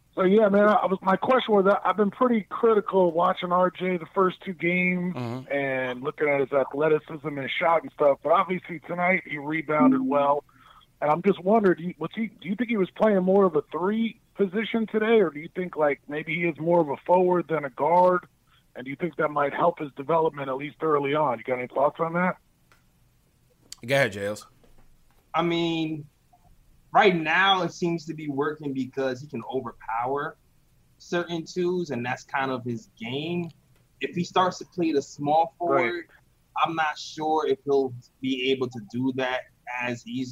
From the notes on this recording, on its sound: Take live phone calls from fans around the world to hear their reactions.